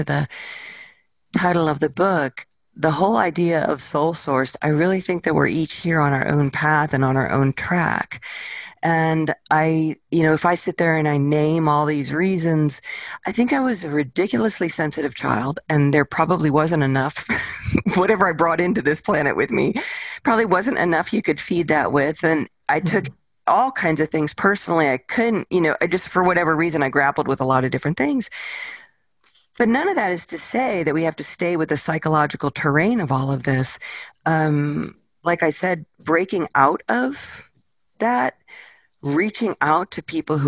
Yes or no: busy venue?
no